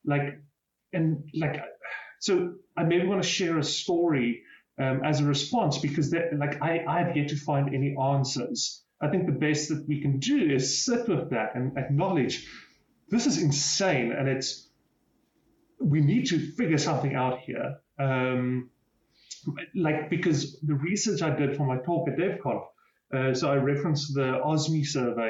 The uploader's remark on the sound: Recorded with Riverside. Recorded with Riverside.fm.